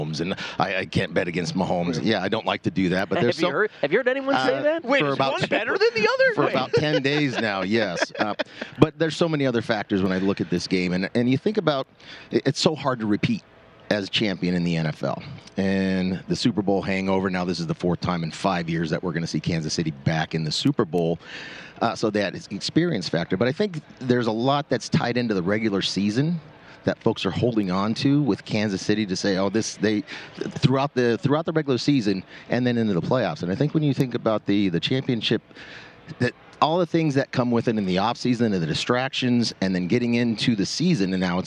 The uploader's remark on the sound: Broadcasting live from media row.